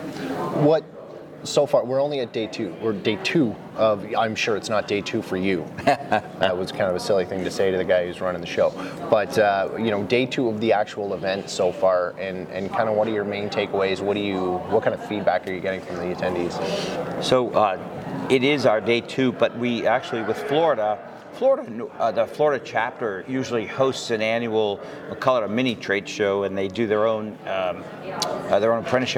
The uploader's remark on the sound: This episode of the fire sprinkler podcast was recorded live at the AFSA42 Conference/expo in Orlando Florida!